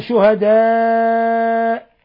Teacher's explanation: شهداء مد متصل، لاتصال الهمزة بحرف المد في نفس الكلمة يمد من 4 إلى 5 حركات